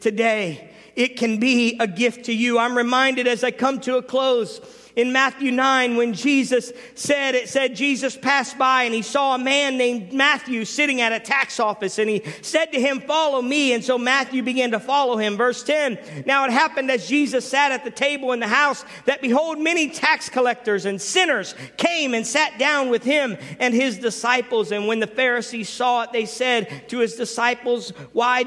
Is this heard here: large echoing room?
yes